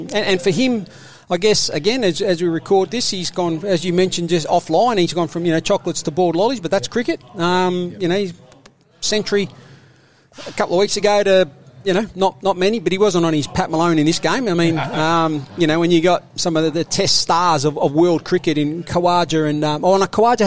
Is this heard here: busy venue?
yes